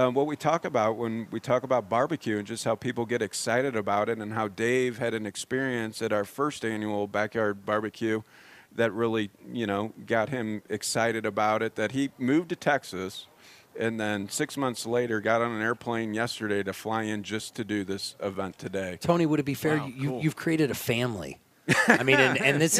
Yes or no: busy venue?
yes